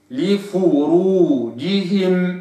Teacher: أتت الفاء فيها مضمومة البعض ألحن ويكسرها